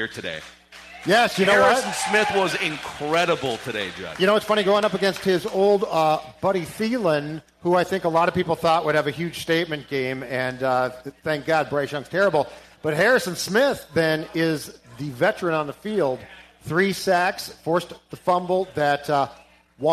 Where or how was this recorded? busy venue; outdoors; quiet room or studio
busy venue